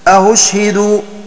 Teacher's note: بتسهيلها بين الهمزة والواو من غير إدخال ألف الفصل بينهما أأشهد، وقالون يقرأ كورش إلا أن له الإدخال وتركه.